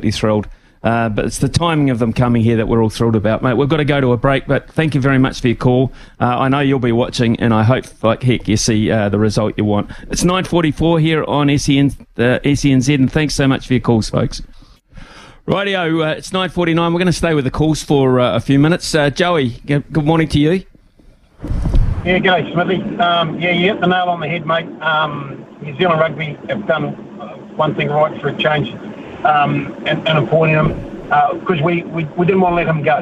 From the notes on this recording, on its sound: We've thrown the phonelines open